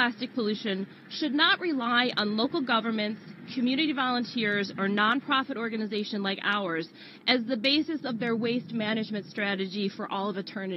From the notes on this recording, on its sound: From the press conference announcing the lawsuit.